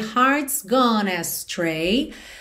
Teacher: gone, você não pronuncia o E final, então já junta o N de gone em astray